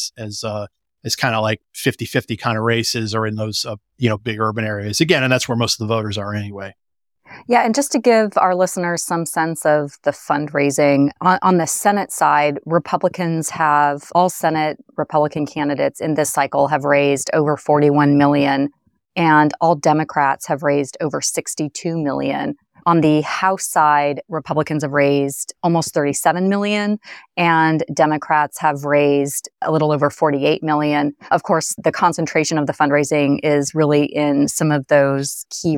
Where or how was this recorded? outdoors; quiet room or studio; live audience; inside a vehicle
quiet room or studio